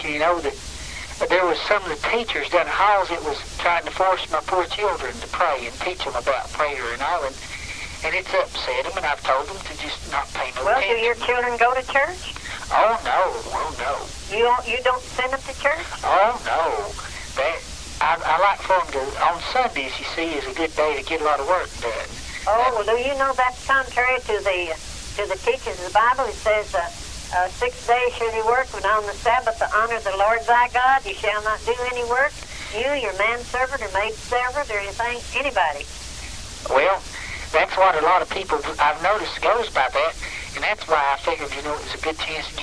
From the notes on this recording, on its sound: Prank Phone Calls